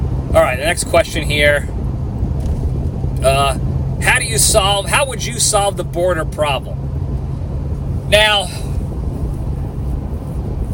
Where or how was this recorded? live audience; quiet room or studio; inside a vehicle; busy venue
inside a vehicle